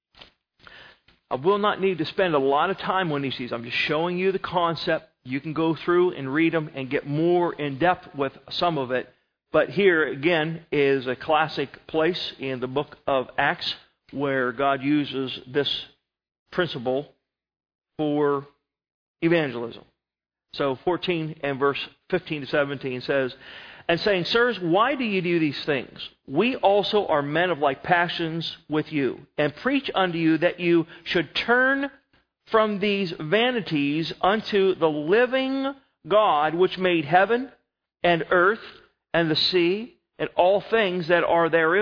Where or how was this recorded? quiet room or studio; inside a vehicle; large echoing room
large echoing room